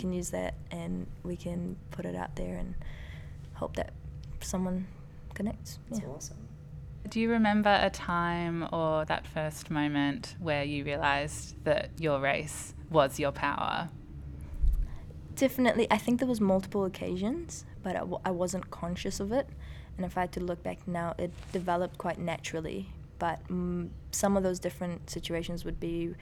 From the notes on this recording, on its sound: In Sydney for the first time. In conversation on the site of the 4Elements Hip Hop Festival in Bankstown.